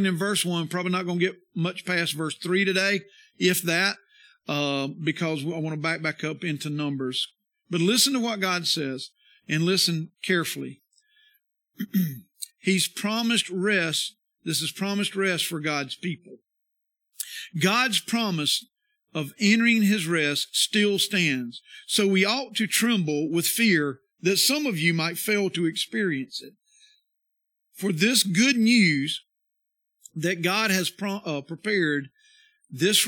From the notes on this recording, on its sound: This is the sermon from our worship service on Sunday 9/4/22